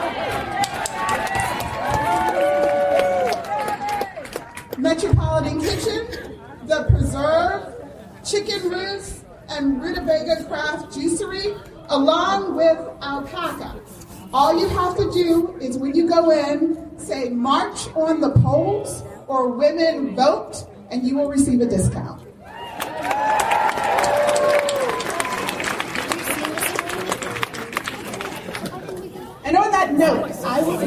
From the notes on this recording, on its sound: It was recorded in the field so audio is not great (but definitely audible)